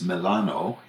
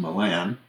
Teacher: English speakers often drop the vowel ending on the names of Italian names · Shown in: second take